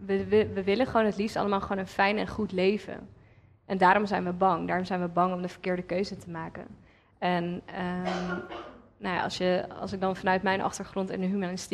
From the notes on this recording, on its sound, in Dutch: Een live gespreksprogramma dat op 7 oktober werd opgenomen in de Serre van de Botanische Tuinen in Utrecht. Luister in deze podcast naar een compilatie van het gesprek terug.